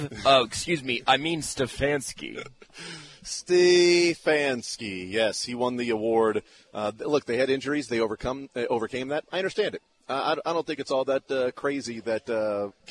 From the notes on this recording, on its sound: LIVE from Rally House in the Northland